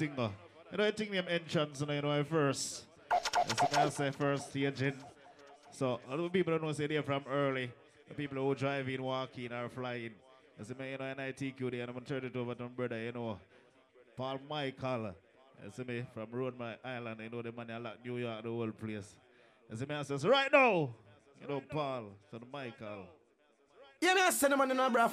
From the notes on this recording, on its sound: ENTRANCE 2020 LIVE AUDIO